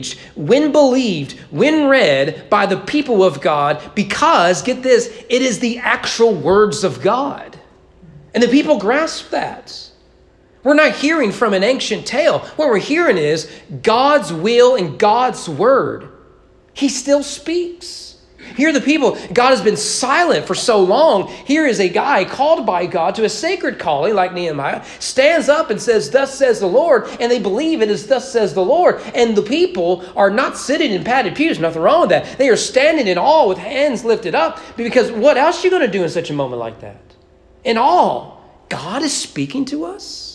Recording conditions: large echoing room